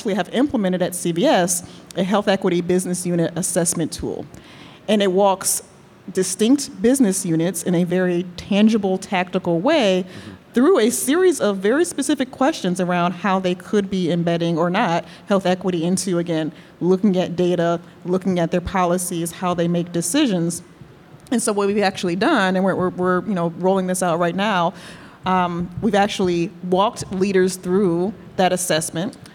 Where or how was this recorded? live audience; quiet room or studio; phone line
live audience